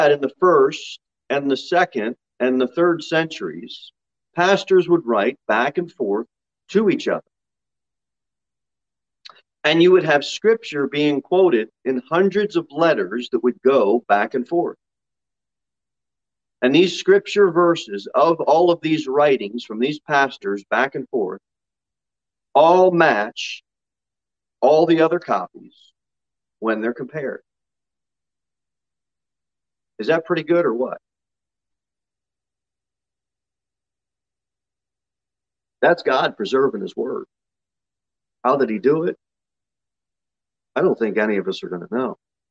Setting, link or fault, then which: setting, large echoing room